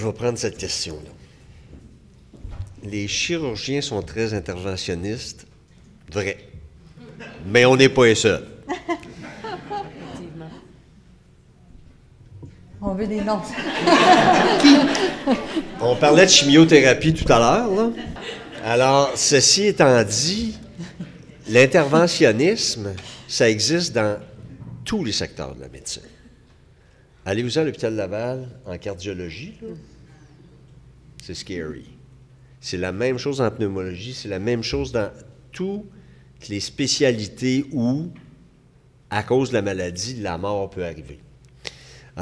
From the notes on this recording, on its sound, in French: Enregistré devant public. À Québec.